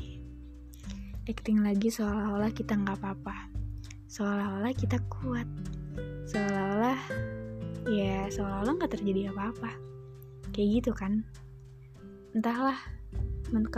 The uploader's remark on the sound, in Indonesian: Maaf banget untuk suara notifikasi yang menganggu, karena ini sekali take jadi gapapa di post!